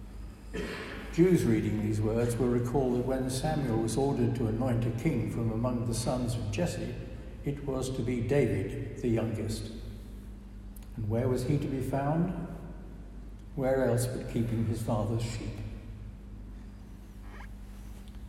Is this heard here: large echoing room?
yes